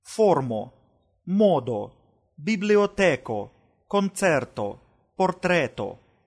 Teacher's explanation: О во всех позициях произносится как русское ударное О.